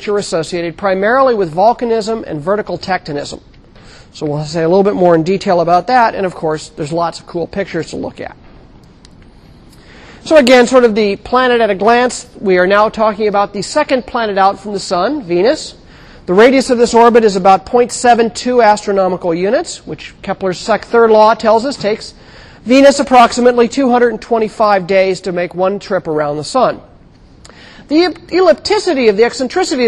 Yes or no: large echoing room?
yes